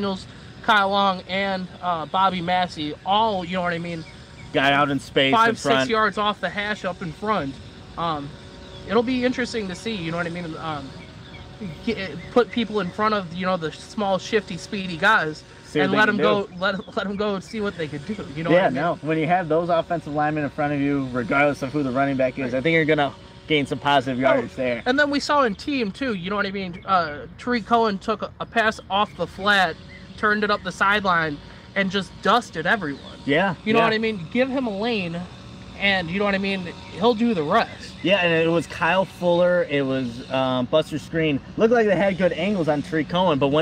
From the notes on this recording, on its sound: Bear through the background noise and take a listen to our final report from Bears Camp.